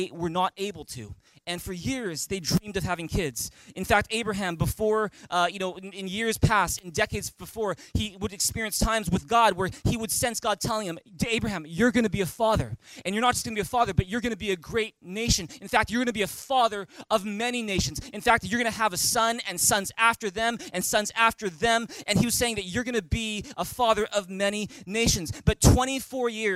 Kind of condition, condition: setting, large echoing room